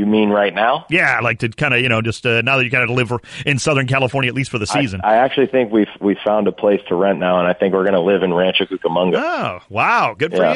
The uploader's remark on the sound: Listeners call in and give their thoughts